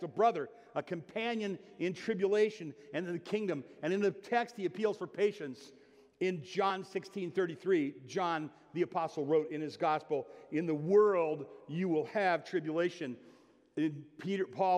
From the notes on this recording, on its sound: (Sermon) Audio. Bethel Church–Jackson.